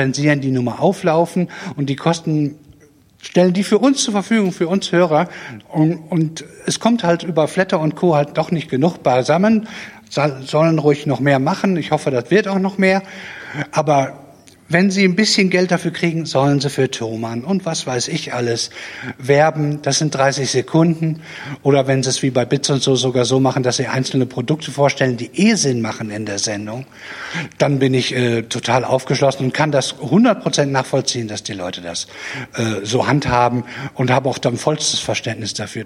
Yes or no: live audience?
yes